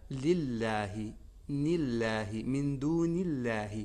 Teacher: کے اوپر اس سے جب ملانا چاہیں تو اس حرف پہ اگر زیر ہے تو اللہ والا جو لام ہے اس کو پر نہیں پڑھا جائے گا یعنی بہت اس کو باریک پڑھا جائے گا